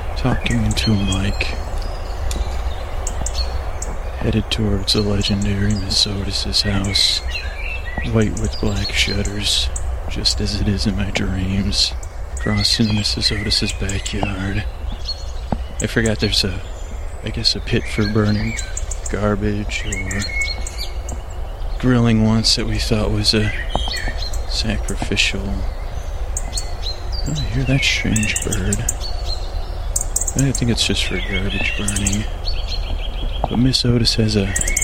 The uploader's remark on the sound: This episode was recorded on location and contains ambient noises like birds and moss scratching, as well as me walking.